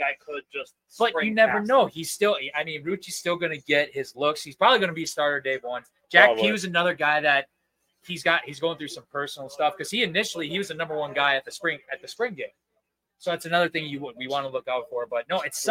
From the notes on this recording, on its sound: Live from Isaac's Sports Bar and Grill